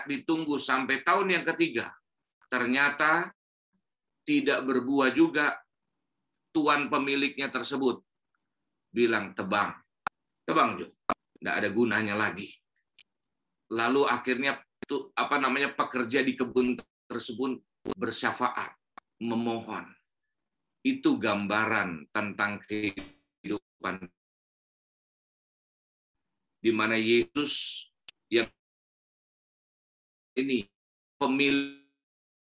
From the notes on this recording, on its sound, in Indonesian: Rekaman khotbah Ibadah GerBang Pagi